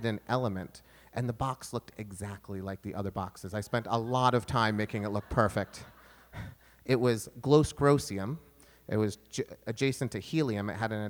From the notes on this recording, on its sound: This session was taped in from of a live audience at 92YTribeca.